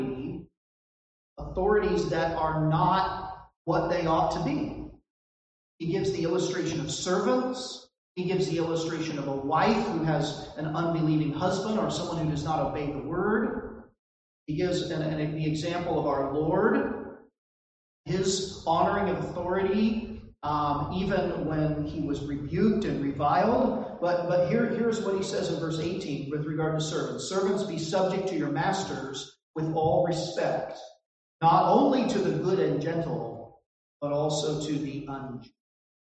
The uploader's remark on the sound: This recording suffers from poor audio quality.